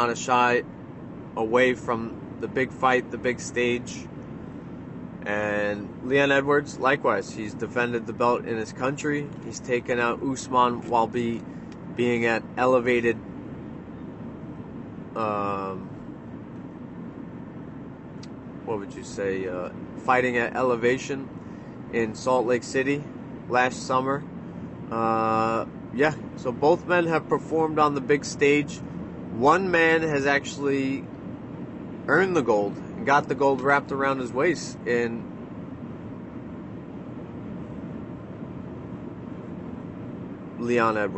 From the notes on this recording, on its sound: from the car